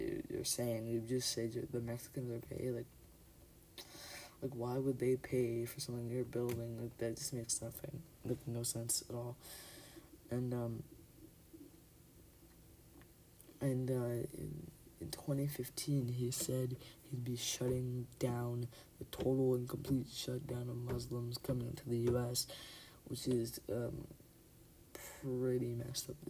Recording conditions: uneven or low level